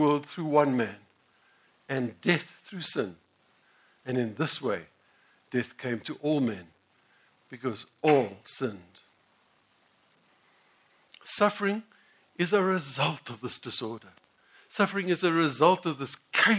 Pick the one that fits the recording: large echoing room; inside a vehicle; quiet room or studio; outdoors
large echoing room